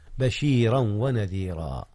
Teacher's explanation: أدغم تنوين بشيرا في الواو التي هي حرف العطف · Term: الإدغام